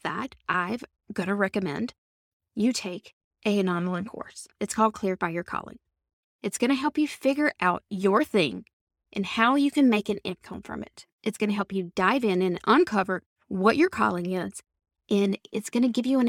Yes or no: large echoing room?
no